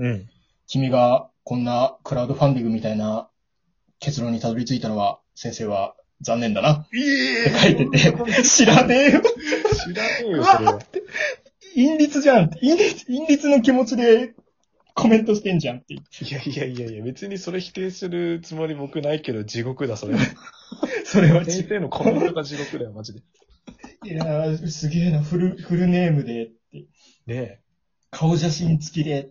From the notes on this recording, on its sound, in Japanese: 霊圧が消えたけど音は入ってた。リモート収録。